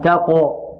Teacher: التاء مرققة والقاف مقلقلة وماذا؟ ومفخمة، تاقو ولا تميل لا إلى فتح ولا إلى كسر ولا إلى ضم، تاقو تاقو، التاء مرققة، تاء مهموسة، تاء تاقوها، الهاء كذلك مرققة، لا نقول تاقوهر هاء لأن وقعت بين حرفين مفخمين، والراء ماذا؟